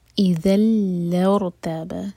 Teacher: اذل ارتاب، اذل ادغام بغیر غنہ کے، تو یہاں پر نون کی آواز بالکل نہیں آئے گی